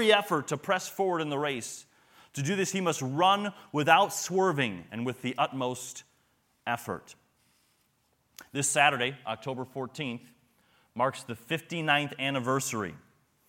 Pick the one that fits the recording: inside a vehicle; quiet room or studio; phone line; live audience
live audience